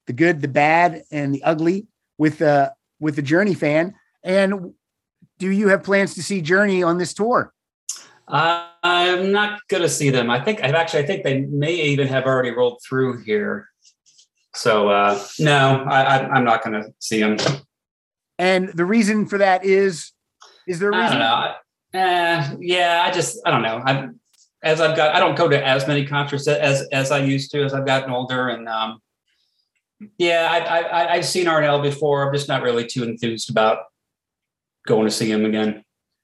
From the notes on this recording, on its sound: back to the Zoom Room